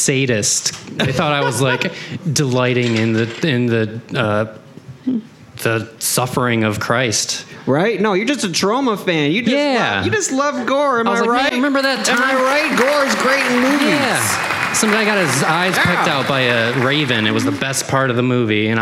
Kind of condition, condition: setting, live audience